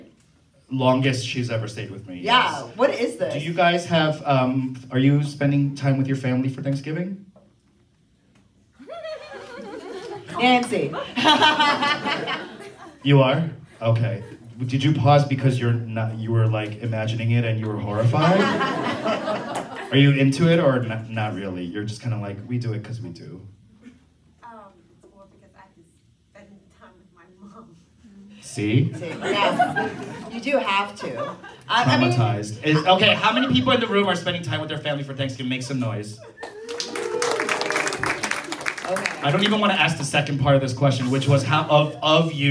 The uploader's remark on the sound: WE are live at The Lincoln Lodge in Chicago!